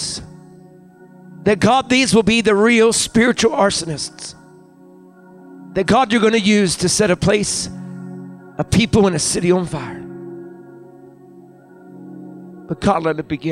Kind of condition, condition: setting, large echoing room